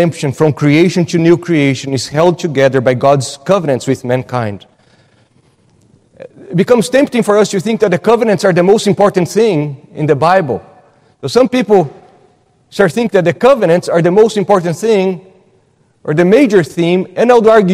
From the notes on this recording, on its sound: at Gracious Cross Reformed Church Salem